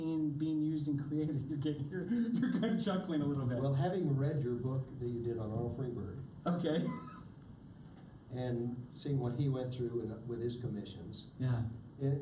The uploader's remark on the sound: Held as a live interview and Q&A during the final night of the 2017 Zion Art Invitational